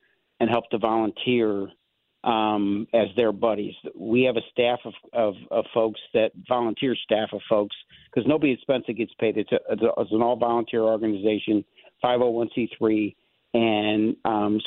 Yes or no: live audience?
no